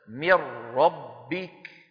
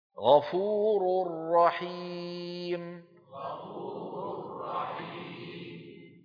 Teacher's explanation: فإن النون بجزئيها اللساني والخيشومي تتحول إلى راء، فتدغم الراء في الراء، فيصير النطق بإيش يا إخوة؟ براء واحدة مشددة.